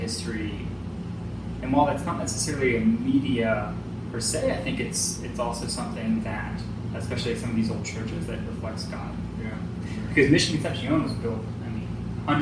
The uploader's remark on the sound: We apologize for the audio issues this week